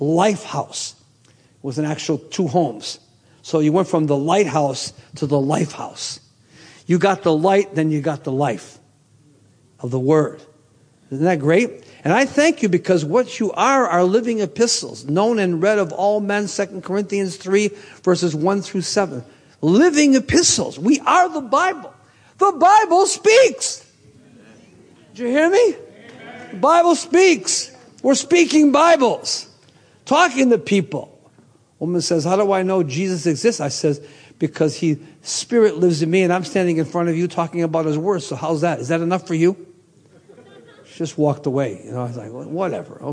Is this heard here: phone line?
no